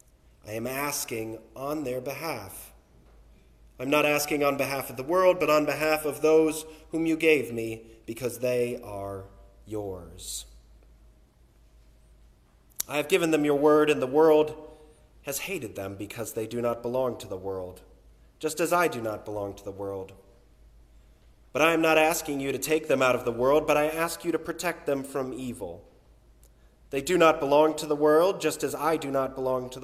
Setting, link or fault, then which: setting, large echoing room